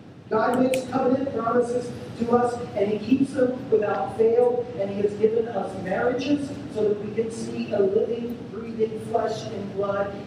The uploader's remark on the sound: We're sorry for the poor sound quality of this recording. As we figure out these sound issues.